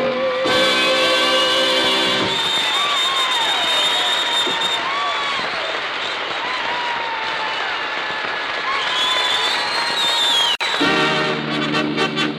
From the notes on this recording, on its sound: Each episode of "Victory Parade of Spotlight Bands" featured a different band performing live in front of a studio audience.